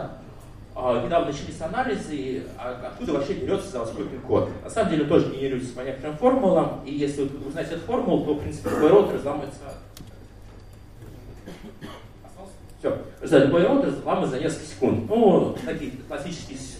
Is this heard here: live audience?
yes